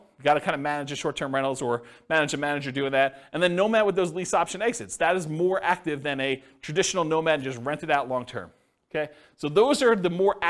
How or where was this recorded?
live audience